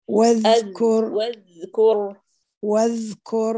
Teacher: الذال اعطيها رخاوة وضمي في الكاف